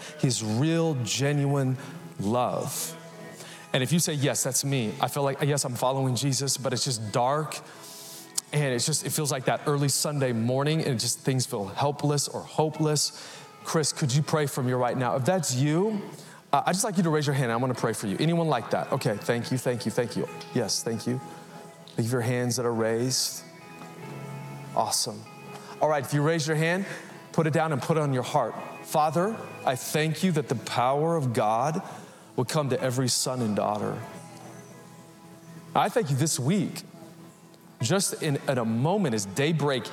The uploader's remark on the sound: Recorded live at Capital Church in Meridian, Idaho Easter Sunday 2023